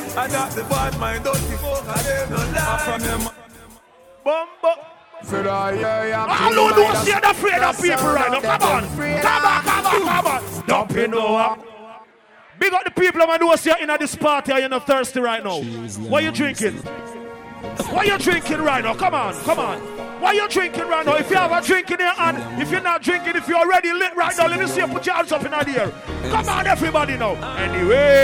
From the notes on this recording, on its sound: LIVE AUDIO FROM AUGUST 1OTH